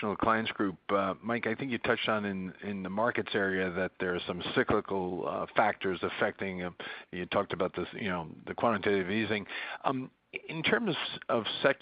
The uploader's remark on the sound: Earnings Call